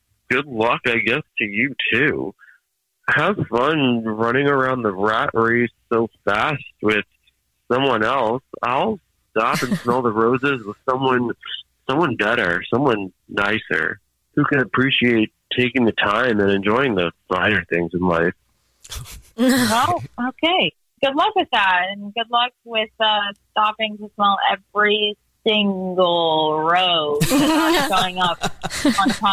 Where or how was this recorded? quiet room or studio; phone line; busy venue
phone line